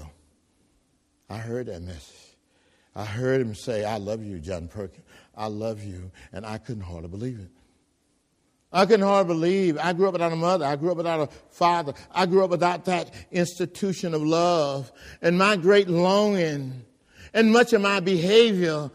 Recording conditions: large echoing room